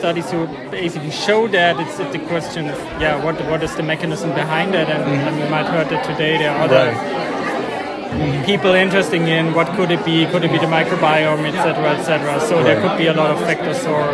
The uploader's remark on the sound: “Heard on the Street” recorded during IDS Paris 2023